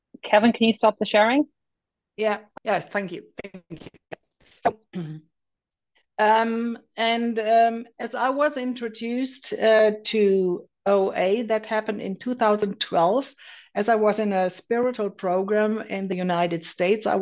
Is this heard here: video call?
yes